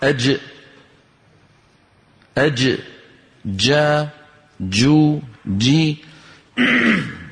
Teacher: هذا الحرف كما نرى على اللوحة من وسط اللسان، ومخرجه الفصيح كما ترون مقفول، لأنه حرف من حروف الشدة